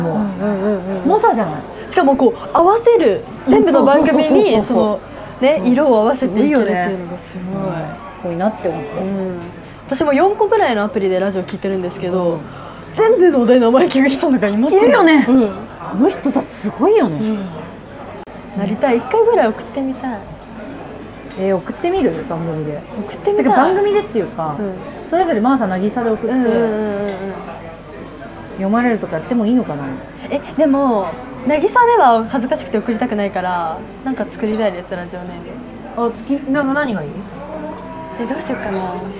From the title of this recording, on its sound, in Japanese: バイト先で生牡蠣を食べながら収録してみた